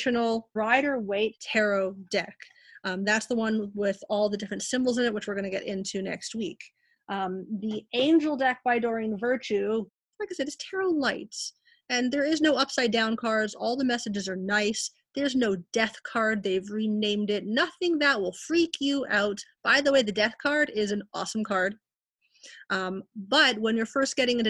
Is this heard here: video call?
yes